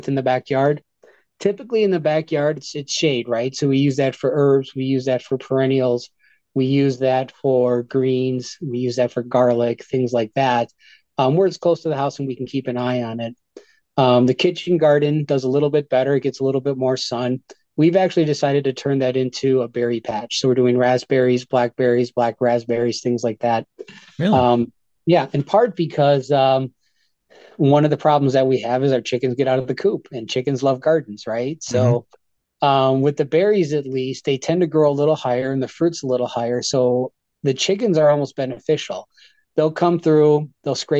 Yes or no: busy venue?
no